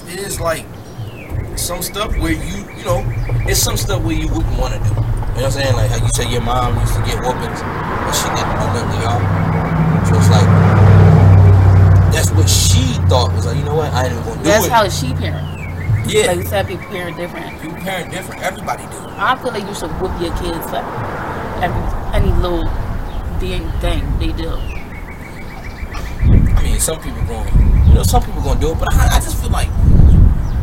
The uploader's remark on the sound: We know its gonna be some hard parts of hearing with us being outside and the wind showing itself but you can hear us throughtout so bare with us we wanted to enjoy the weather and shoot outside.